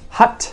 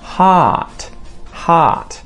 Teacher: And remember, guys, this is different from the short version of this vowel. Hut is a very short sound. But if we make that longer, it changes the meaning of the word to heart